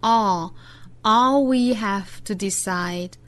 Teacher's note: Now,我们再看美音。All we have todecide，第一个词在美音之中上下开口读更开更松弛，发 All we have to decide 这里面的 have 后面遇到了一个轻辅音的 t 的发音，也做一个同化，把这个 v 的发音同化成轻辅音的 f，读成 have to.